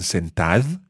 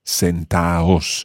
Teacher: So on its own, sentad, with a D sound, but if you're talking to a group of people and you're using the reflexive form, sit down, sit yourselves down, sentaos. So you don't pronounce the D.